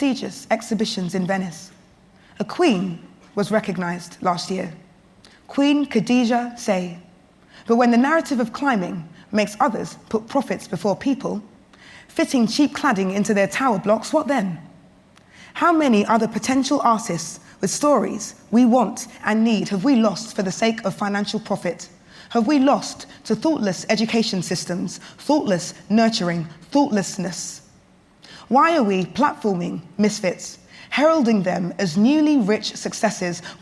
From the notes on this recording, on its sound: We hear the full, unedited recording of this year’s MacTaggart Lecture, delivered at the Edinburgh International TV Festival. Thank you to the Edinburgh International Television Festival for sharing this audio with our listeners.